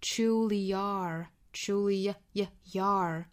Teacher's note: Truly 和 are 连读加一个半元音 ye